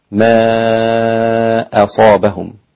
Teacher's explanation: إذا قرأت بقراءتهم فإنك تتوسط في المد، 4 حركات